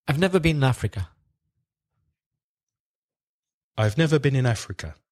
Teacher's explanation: Been becomes bin. Bin finishes with a consonant. In begins with a vowel, so bin in. And in finishes with a consonant.